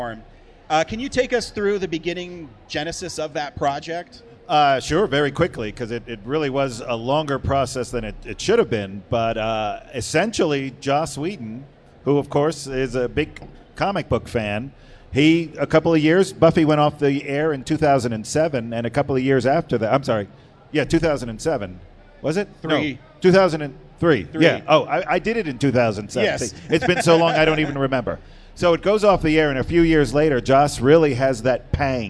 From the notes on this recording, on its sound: live from the creator stage at Denver FanExpo 2022